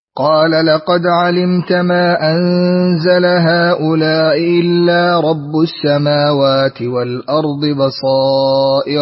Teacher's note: قنبل بتسهيل الهمزة الثانية